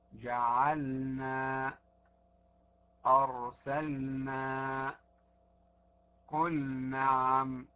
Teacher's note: أما إذا جاورت اللام فالبعض يضغم النون في اللام وهذا خطأ، في مثل جعلنا أرسلنا قل نعم، فيقول جعلنا أرسلنا قل نعم، هذا خطأ، فلا بد من بيان النون واللام واضحة